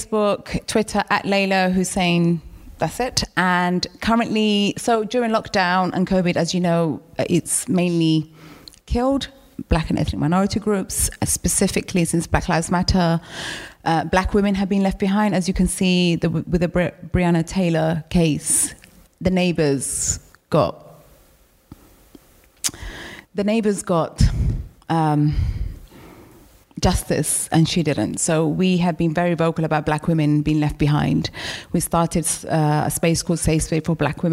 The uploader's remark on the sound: What a live show it was, socially distanced with a live audience and streamed over the internet as part of the London Podcast Festival at Kings Place in London.